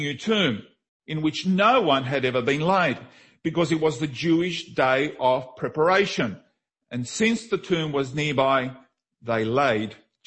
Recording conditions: large echoing room